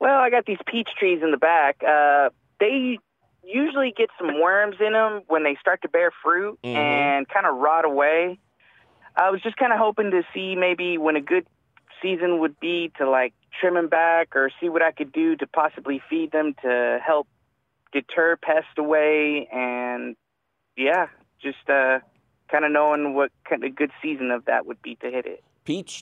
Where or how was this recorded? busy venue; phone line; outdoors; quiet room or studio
phone line